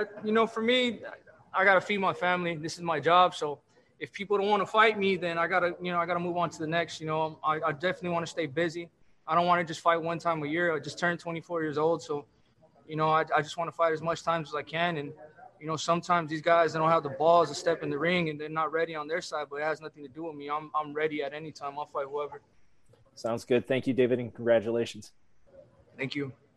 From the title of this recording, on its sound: Post Fight Media conference